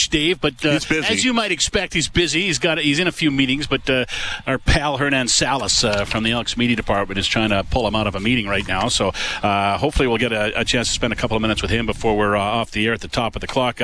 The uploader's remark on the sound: LIVE from Commonwealth Stadium